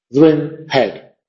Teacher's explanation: Dring, no se remarca, head se remarca. · Term: un yambo